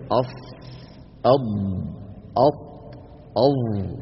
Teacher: والله يا أخي هذا ما عندنا دليل عليه، لكن يغلب على ظني، كلام من عندي، يغلب على ظني أن هذه الأربعة حروف الإطباق الفم ينغلق عليها، ينحصر الصوت